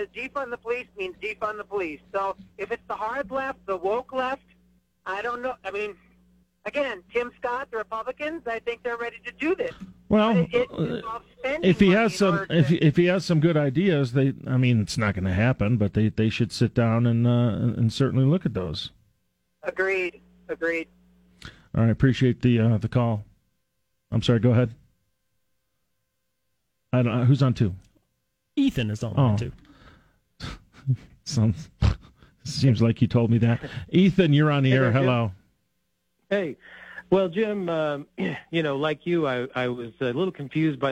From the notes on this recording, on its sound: takes your phone calls on News Radio KKOB